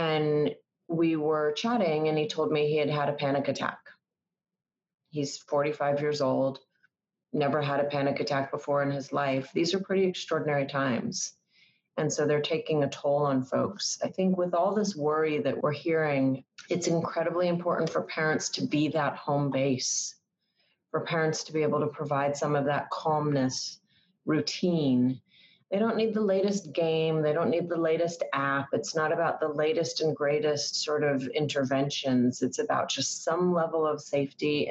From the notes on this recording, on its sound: We’re recording this podcast today on a video call, so the sound quality may be different from what you’re used to hearing when we typically record this podcast in the studio.